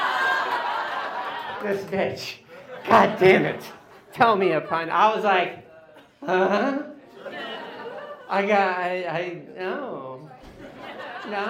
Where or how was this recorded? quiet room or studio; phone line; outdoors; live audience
live audience